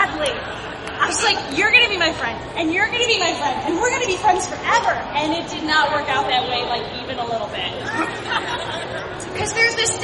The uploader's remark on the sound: We Nerds were really stoked to bring our storytelling show to Chicago's premiere comic convention this year. Recorded on the C2E2 Live! Please pardon the louder-than-usual crowd noise; recording was a little trickier than we anticipated.